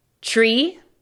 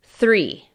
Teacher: Con tree, tu lengua se va a tu paladar. Con three, tu lengua tiene que tocar tus dientes.